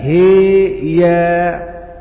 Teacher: وقرأ أبو عمرو بإمالة الهاء وفتح الياء